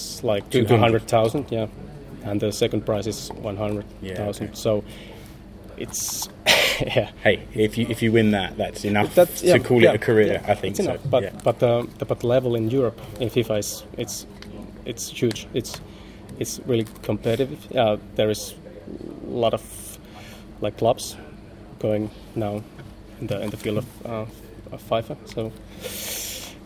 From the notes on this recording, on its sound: Attends the press conference at OmaSp Stadion. When SJK Seinäjoki launched its new eSports team.